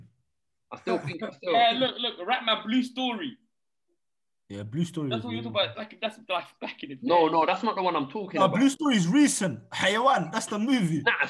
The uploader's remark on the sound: As quarantine continues the Zoom talk continues.